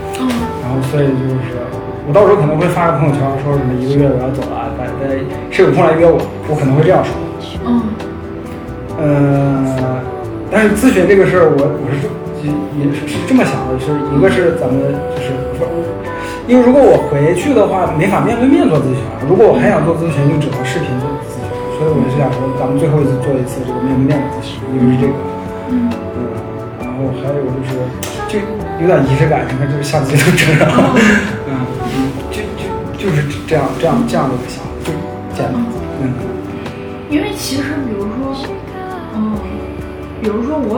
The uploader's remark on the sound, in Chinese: 房间空调声音很大…所以有杂音，收听请适当调整音量。